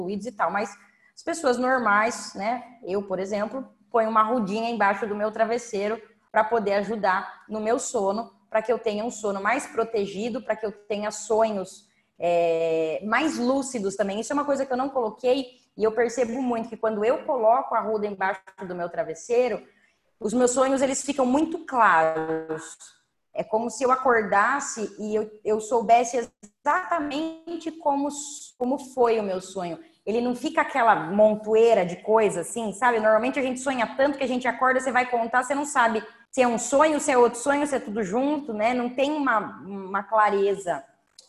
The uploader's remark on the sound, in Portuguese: Aula gravada pelo zoom.